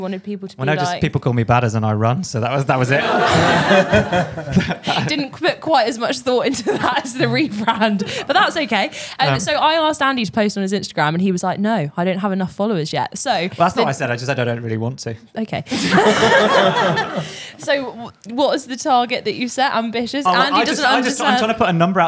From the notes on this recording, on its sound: Our First Ever LIVE Podcast. LIVE from The Running Channel's first-ever pop-up cafe at the London Marathon.